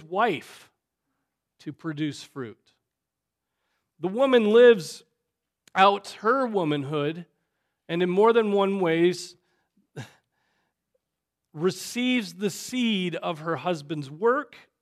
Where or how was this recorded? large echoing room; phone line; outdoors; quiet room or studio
large echoing room